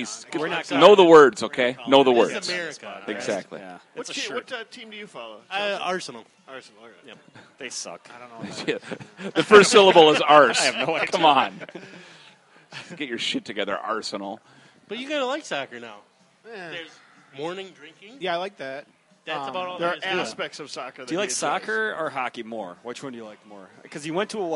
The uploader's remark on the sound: For this week's Sportive, we actually got out of the house and recorded at a bar, Gleeman and the Geek style.